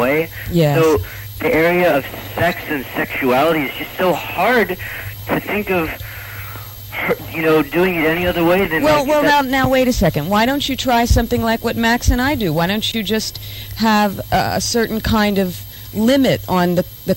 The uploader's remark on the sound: This is a caller on my Saturday night live show.